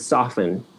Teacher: We don't pronounce a T in soften.